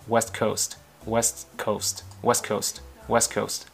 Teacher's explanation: thì cái âm T ở trong West ấy, thì là thường thì nó sẽ bỏ đi đấy